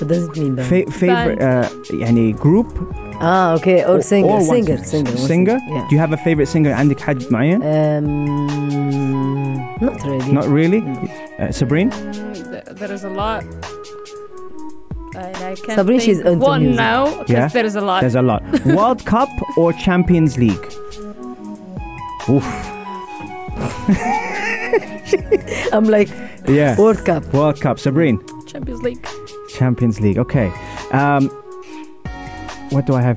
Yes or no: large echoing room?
no